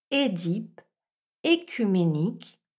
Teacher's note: Mais attention, cette première syllabe, qu'elle s'écrive E accent aigu ou E dans l'eau, doit se prononcer avec un E fermé